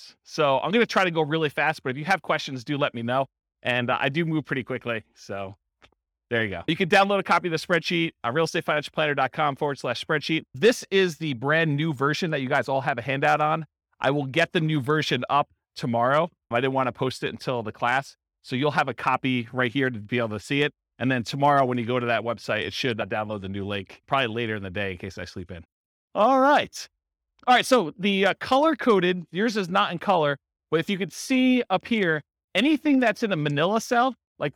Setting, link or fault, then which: setting, live audience